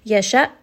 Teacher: hamza here has a sukoon, so I am going to give it jahar, abruptly kind of stop that sound as it comes out of the throat.